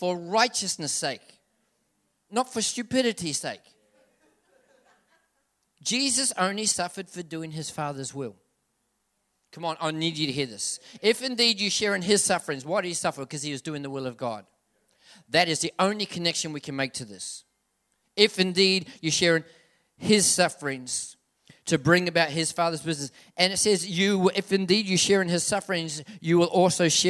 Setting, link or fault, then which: setting, large echoing room